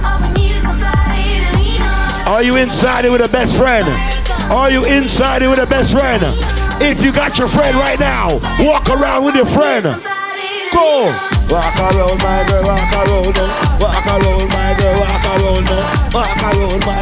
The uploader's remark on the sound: LIVE IN SEATTLE